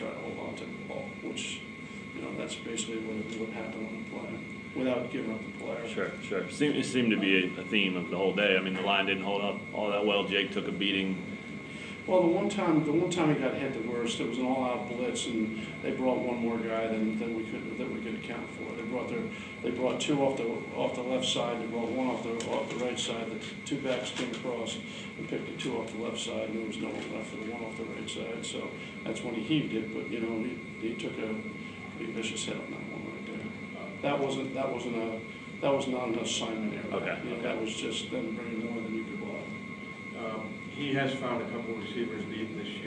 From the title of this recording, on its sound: Press Conferences & Post-Game Interviews